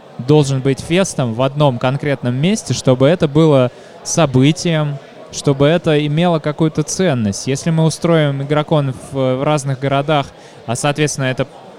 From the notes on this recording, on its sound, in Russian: Игрокон 2019. Фестиваль раскинулся в новом месте — павильоне в парке Сокольники. Записали выпуск подкаста с места событий.